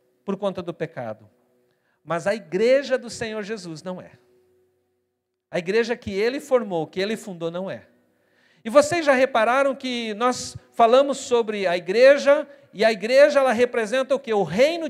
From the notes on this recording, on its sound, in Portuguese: na Igreja ABA Curitiba (Transmitido ao vivo)